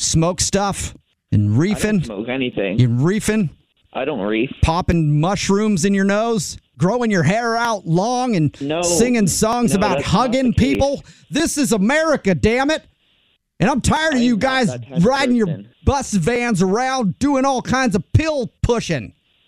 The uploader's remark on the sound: Phone Prank